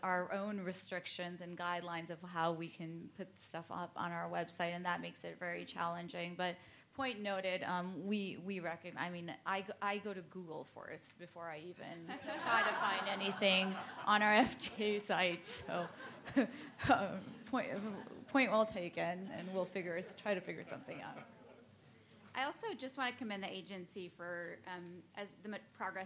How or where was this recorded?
live audience